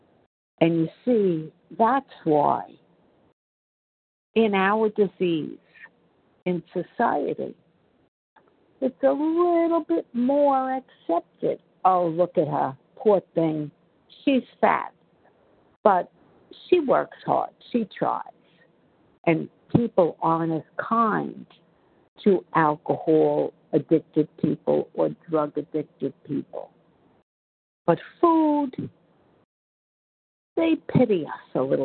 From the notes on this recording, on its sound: 100 Pounders Phone Meeting, 8/18/23.